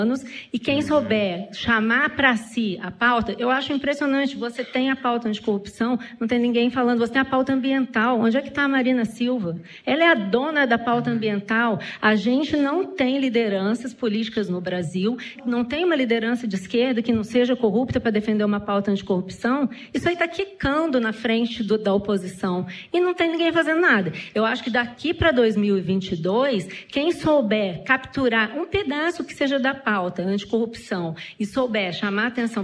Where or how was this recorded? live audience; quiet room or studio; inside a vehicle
live audience